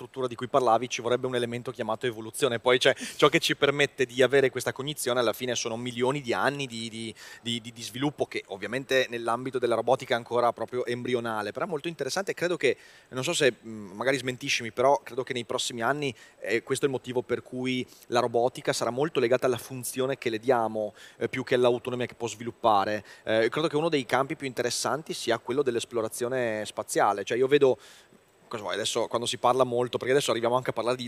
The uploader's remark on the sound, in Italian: Al Web Marketing Festival ho cogitato